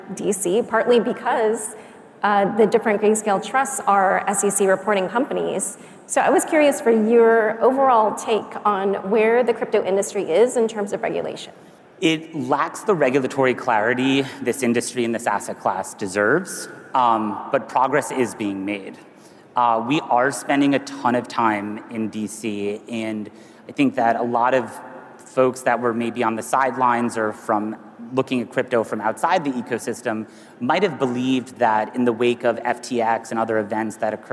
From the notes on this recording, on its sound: A Consensus 2023 panel